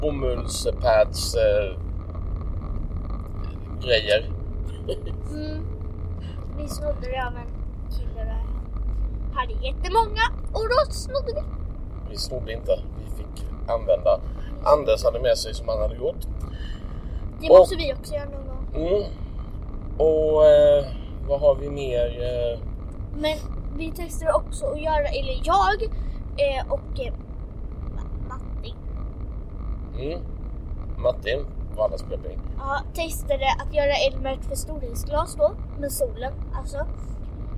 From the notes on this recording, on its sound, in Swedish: Det blev istället en väldigt dålig inspelning utan någon som helst röd tråd.